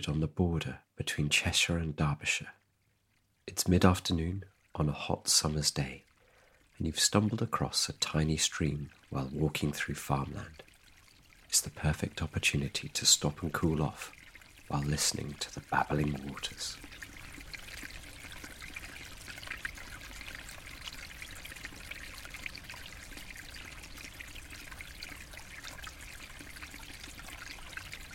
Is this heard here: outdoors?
yes